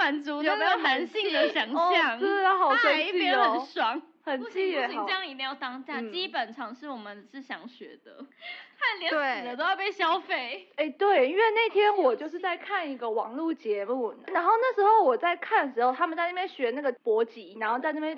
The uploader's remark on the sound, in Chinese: 在這裡我們先跟音質魔人道歉